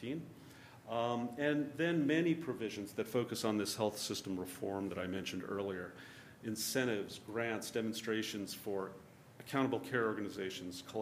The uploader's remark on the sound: This talk is from the November 2013 Center for Poverty Research conference. This conference brought together a unique mix of researchers, policy professionals and industry leaders.